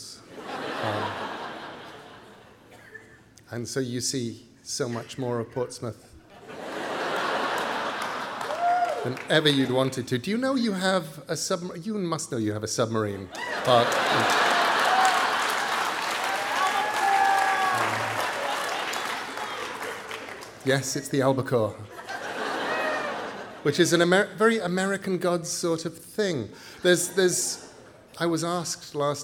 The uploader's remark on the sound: Writers on a New England Stage. Recorded live at The Music Hall in Portsmouth, NH in 2011. This archive program may still contain broadcast elements from the time it aired.